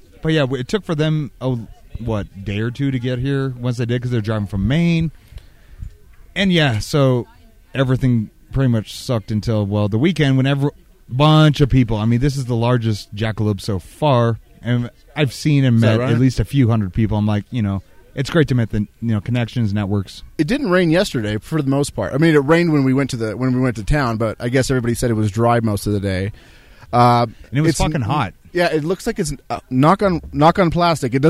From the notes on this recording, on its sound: at the fifth annual Jackalope Freedom Festival Non-Event 2016 at Baca Meadow, AZ